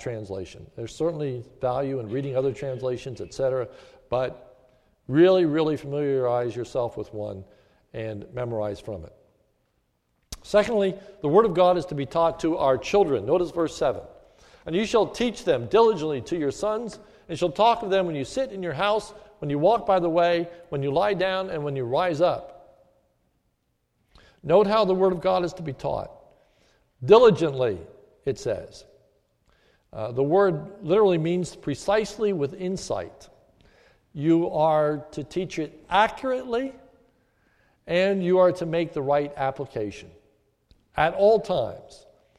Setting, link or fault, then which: setting, large echoing room